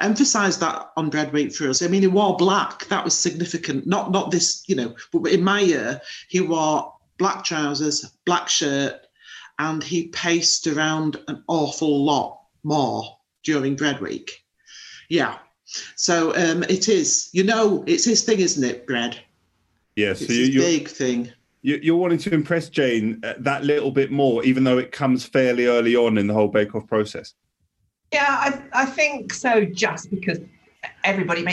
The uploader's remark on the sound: As we recorded this podcast remotely via Zoom.